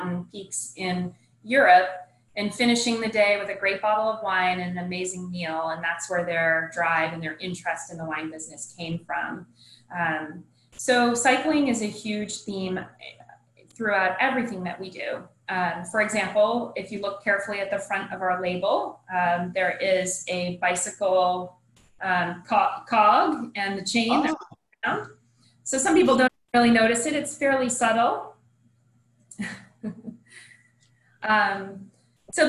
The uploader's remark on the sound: SIP Virtual Wine Tasting